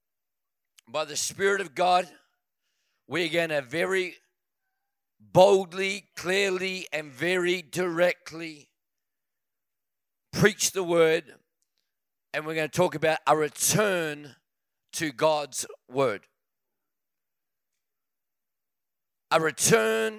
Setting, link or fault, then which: setting, large echoing room